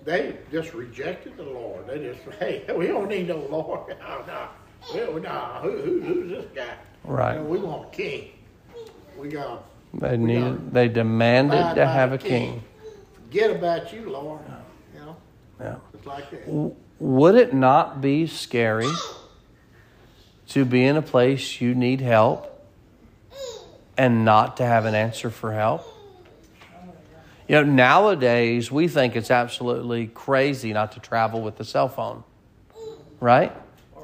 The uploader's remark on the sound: Sermon preached at Mid County Baptist Church